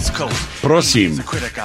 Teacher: you have to emphasize the first syllable